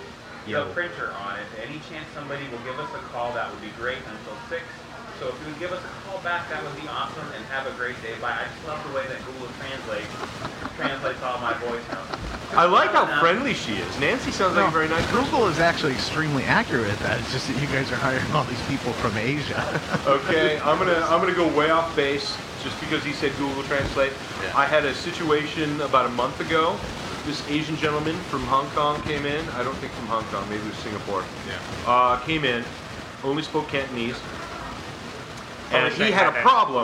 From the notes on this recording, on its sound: This episode of Beer Plus 3 comes to you live from Maggie's Pub in Ferndale, Washington where the beer and talk never stop flowing. Because this is our first time recording in a public location, there are some "issues" with the audio that start about midway through.